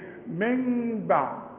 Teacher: دي ميم صغيرة مش ميم كاملة، يبقى ما تقفلش شفايفك · Term: إقلاب